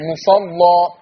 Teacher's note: فتح ذات الياء فيبقى عليها تغليظ اللام